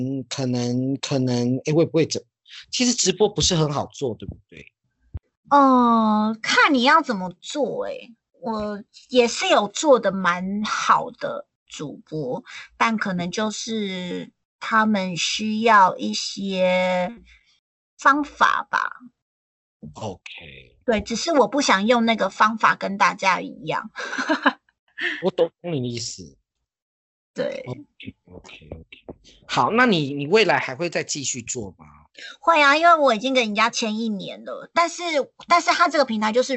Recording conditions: video call